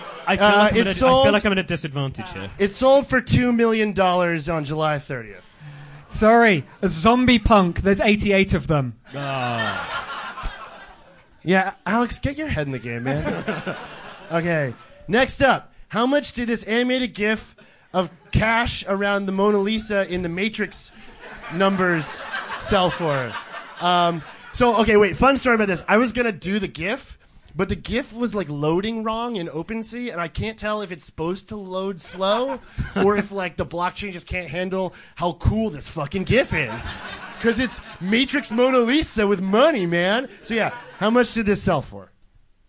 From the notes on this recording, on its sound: LIVE FROM LONDON. Thank you all who came out for our live show this week. Live on stage. Recorded all of this via a simple line out and we were doing powerpoint slides I'd say this doesn't sound half bad! This is our first attempt a live show and we did it all ourselves in a basement, please be nice.